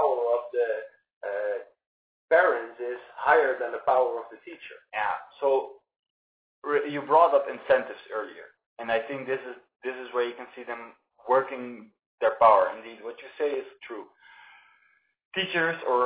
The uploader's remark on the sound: (audio issues). Despite our audio issues.